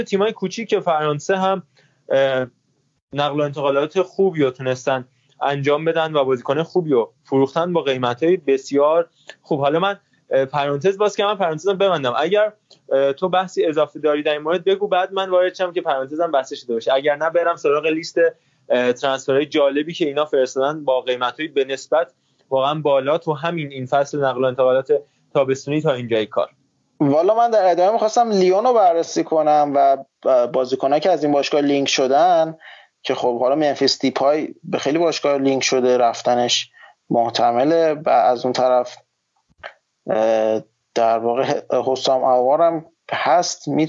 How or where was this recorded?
video call